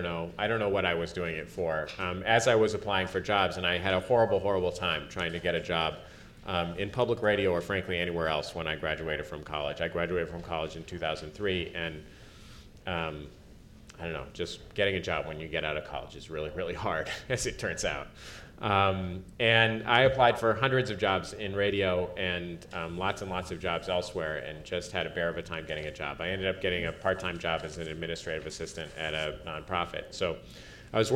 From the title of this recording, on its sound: Panel at #Media99 Summit